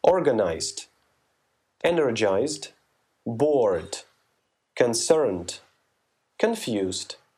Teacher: на конце стоит «иди», и читаем мы их как «д», а ни в коем случае не как «ид»